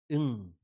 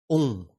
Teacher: Đọc rung lỗ mũi mới ra nó, còn không rung lỗ mũi là chưa phải nó. À, cho nên âm này âm khó nhất là âm nikahita, âm phụ âm rung mũi.